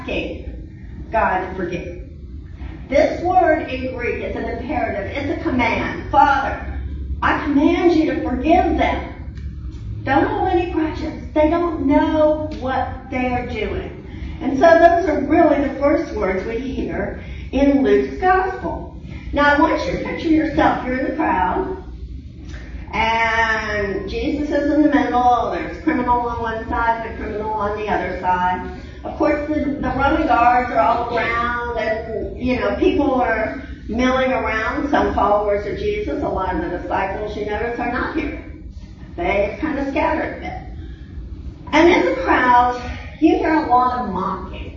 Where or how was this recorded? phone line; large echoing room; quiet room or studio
large echoing room